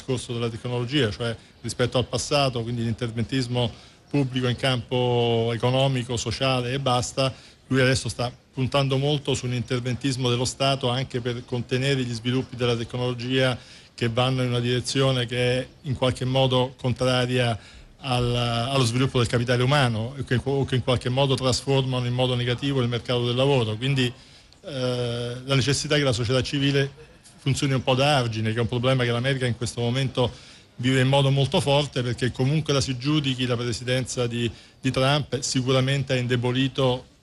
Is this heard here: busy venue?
yes